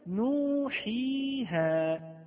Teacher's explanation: نوحيها النون مضمومة، ثم جاءت بعدها واو ساكنة، وحيها الحاء مكسورة، وجاء بعدها ياء ساكنة، وها الهاء مفتوحة، وجاء بعدها الألف التي لا تكون أبدا إلا ساكنة. · Term: حروف المد